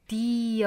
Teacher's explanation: 我们注意是一个长音 e，紧张起口型来